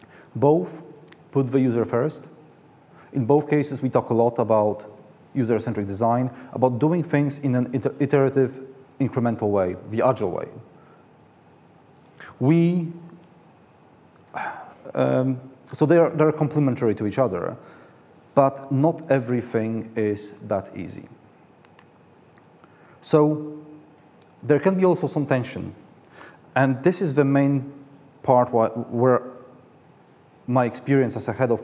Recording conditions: live audience